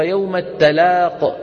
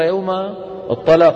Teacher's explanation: لو فخمنا التاء شو بتصير؟ بتصير طاء